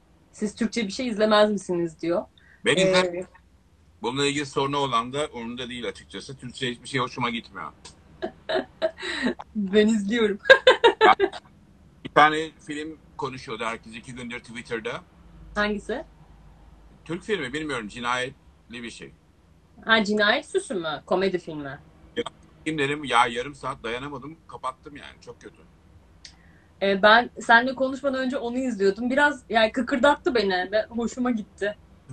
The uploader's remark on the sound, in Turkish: 3 Mayıs 2020 tarihli Instagram Live kaydı.